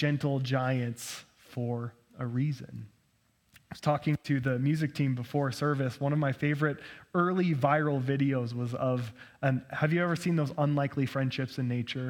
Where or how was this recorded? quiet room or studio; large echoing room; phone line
large echoing room